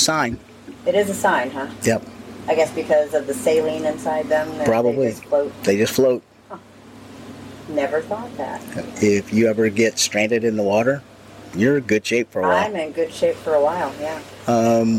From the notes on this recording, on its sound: LIVE from Hedo 2023! Take you on an exciting journey from the heart of Hedonism 2! As they explore the lively piano bar and take in the enchanting atmosphere.